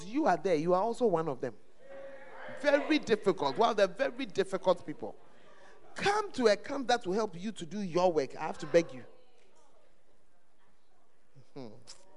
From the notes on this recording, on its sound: Preached At The Great Commission Camp, Ofoase Kokoben